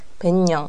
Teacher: ペックがイウンに変わってペンニョンになるんですね · Term: 鼻音化